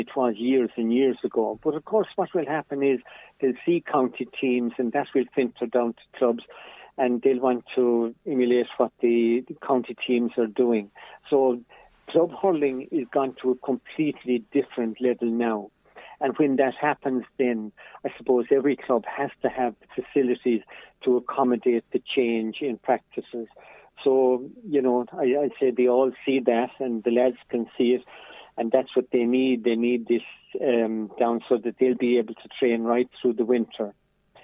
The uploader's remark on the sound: joined on the phone by Ogonnelloe correspondent